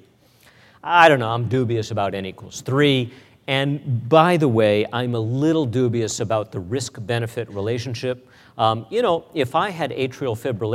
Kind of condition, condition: setting, live audience